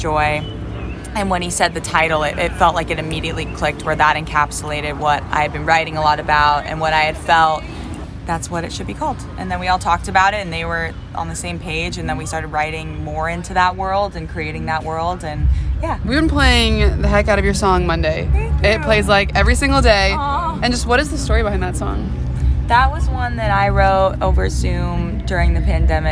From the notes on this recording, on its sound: From the WUTK Music Department. At the Shaky Knees Music Festival, April 30, 2022.